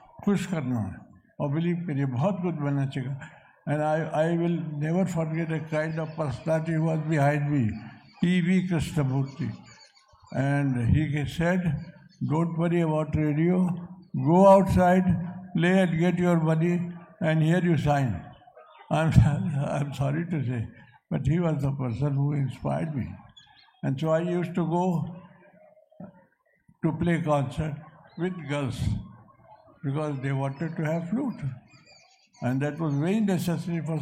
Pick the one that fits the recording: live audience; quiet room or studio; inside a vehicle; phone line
live audience